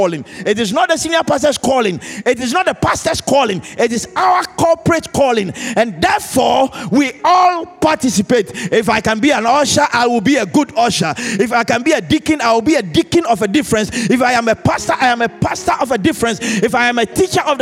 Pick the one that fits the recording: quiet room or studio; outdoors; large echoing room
large echoing room